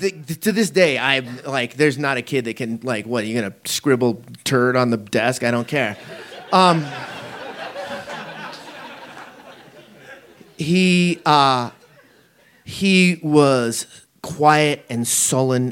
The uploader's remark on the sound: This story was recorded live on 21 February 2018 in Denver, Colorado.